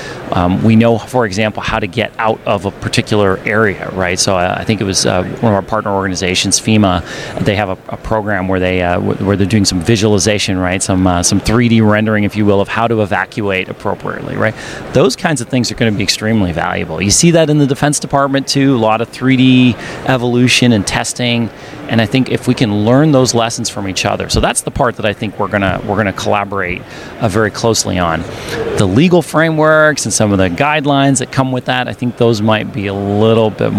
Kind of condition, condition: setting, busy venue